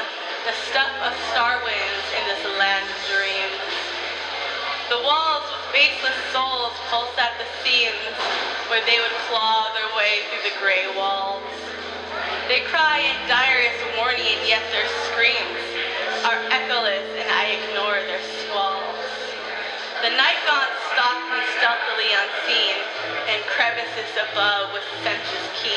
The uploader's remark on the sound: at Sam's Billiards in Portland, Oregon, USA